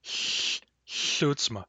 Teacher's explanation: Bard L is a continuous hissy sound.